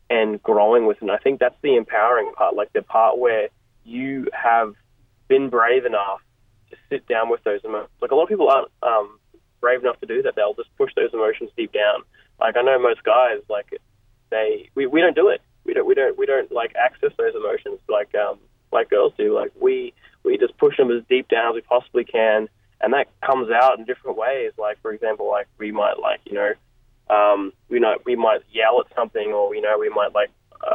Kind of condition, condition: link, phone line